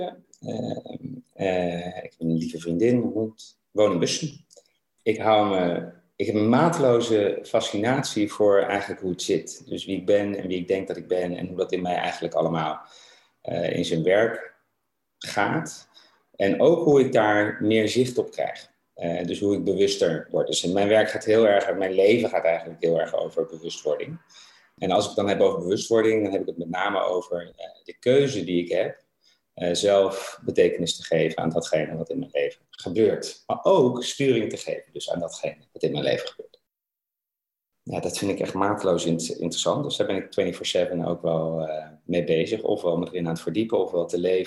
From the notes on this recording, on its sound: Tijdens een wekelijkse Groeisessie voor ondernemers, via Zoom.